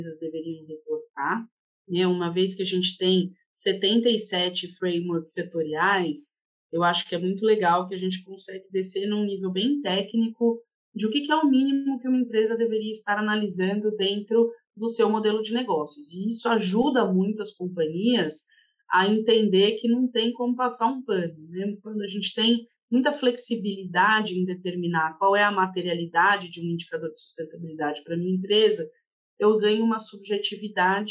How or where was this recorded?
video call